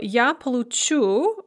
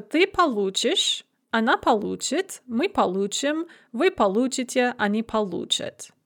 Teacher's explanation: So, ya poluchu, the stress remains on the end, just as it is in the infinitive or the past tense. But then in all the other non past forms, the stress shifts one syllable to the front. · Shown in: second take